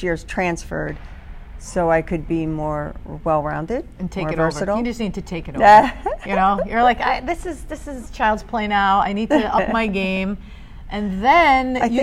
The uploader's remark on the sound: Live from AdventHealth Center Ice